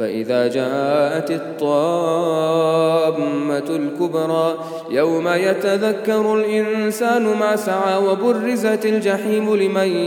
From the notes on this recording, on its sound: at the Houghton Masjid (West Street)